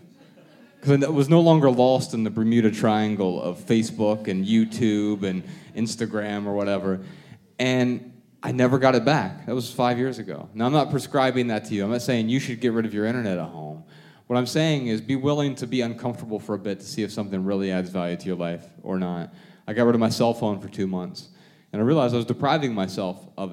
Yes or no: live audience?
yes